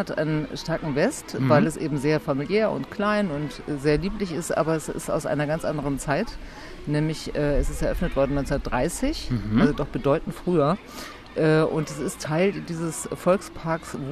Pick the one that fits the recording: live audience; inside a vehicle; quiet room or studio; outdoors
outdoors